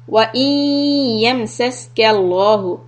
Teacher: ya is idgham with ghunna and lafz jalala lam will be heavy